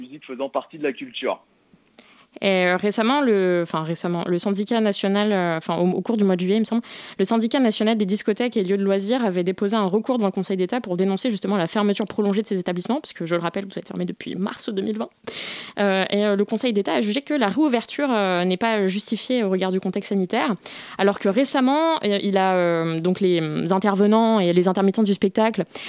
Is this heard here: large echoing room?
no